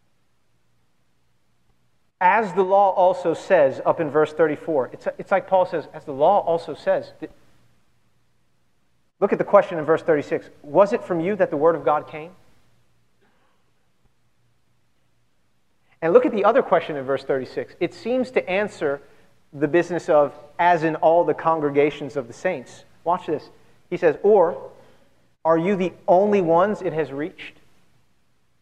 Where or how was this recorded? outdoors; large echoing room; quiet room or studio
large echoing room